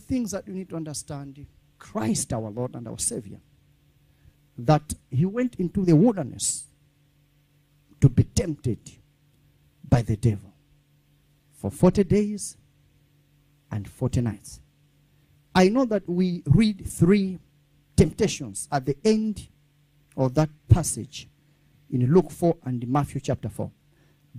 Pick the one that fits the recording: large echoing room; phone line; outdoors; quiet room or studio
large echoing room